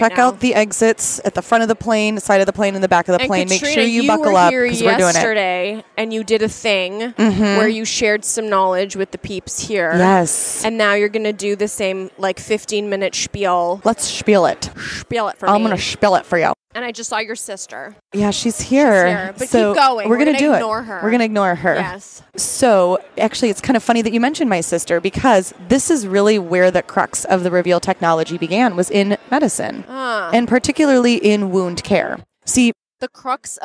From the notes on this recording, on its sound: We recorded this episode in Boston live on the tradeshow floor at Yankee Dental Congress